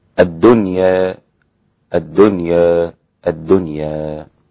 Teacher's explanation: الإمالة ثم الفتح ثم التقليل ثم الفتح